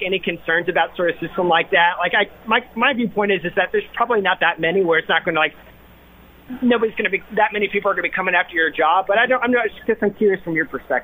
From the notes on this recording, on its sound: live from The Soccer Ball